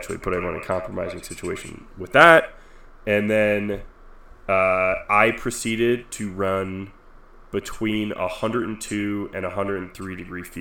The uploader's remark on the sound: You'll hear an echo. I spent an hour editing this episode to get it to this point but it's still rough.